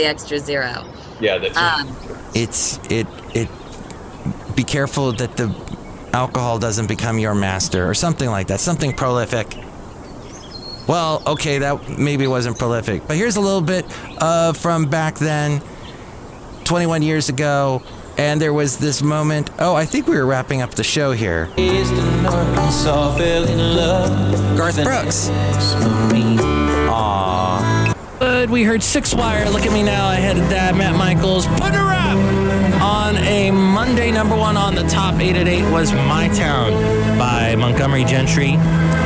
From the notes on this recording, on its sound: Podcasts live from Café Anyway.